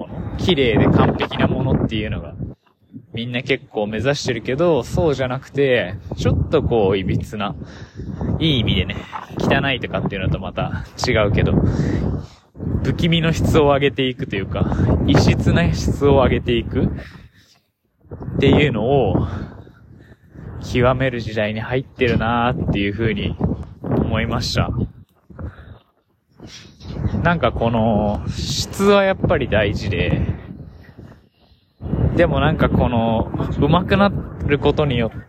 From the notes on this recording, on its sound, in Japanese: あらゆる環境で撮ってどう仕上がるのかを実験していて今回屋外で歩きながらを試してみたけど騒音ごめんね。